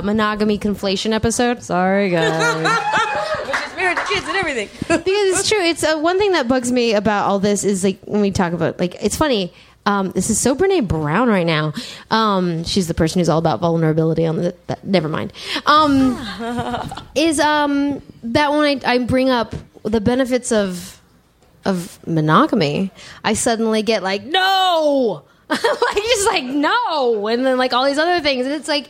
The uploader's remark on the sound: Live in DC